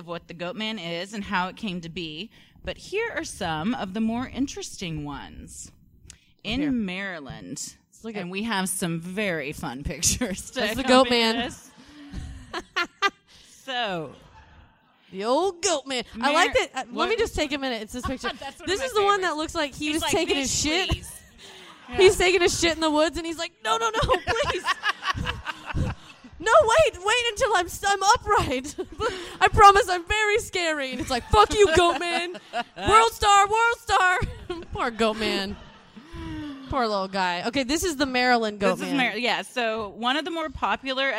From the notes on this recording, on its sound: (LIVE SHOW).